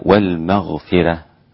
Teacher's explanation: رقق الراء الإمام ورش في المغفرة